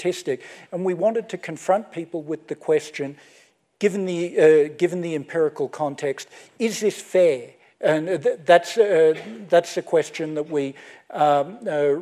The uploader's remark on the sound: took place at the 2015 Aspen Ideas Festival.